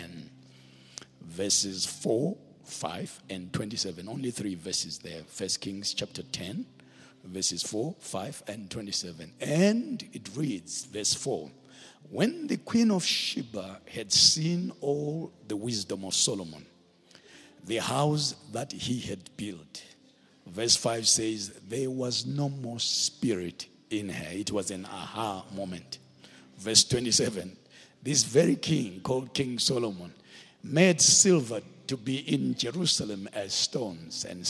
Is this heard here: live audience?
yes